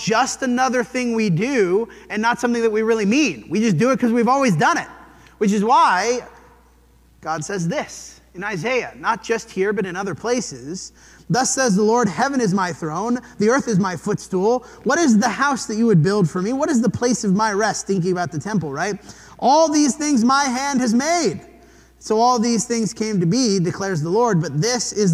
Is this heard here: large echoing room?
yes